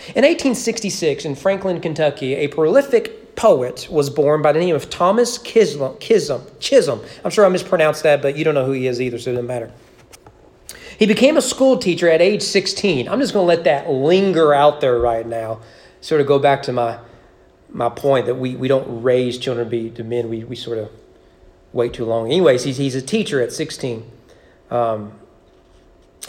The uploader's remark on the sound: Sermon preached at East Frankfort Baptist Church. During the annual Christmas Candlelight service.